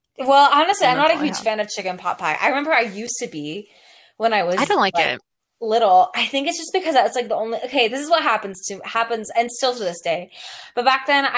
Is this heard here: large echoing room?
no